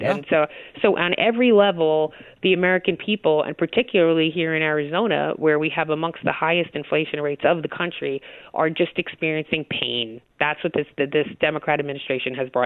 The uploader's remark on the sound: joins the show by phone